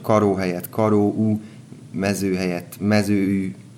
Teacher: az ó, ő, é hangok helyén mindig kettős hangzókat találunk, záródó diftongusokat a somogyi, ormánsági részeken